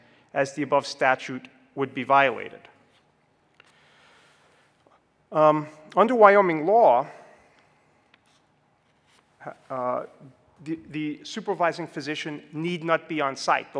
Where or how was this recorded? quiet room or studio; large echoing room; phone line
large echoing room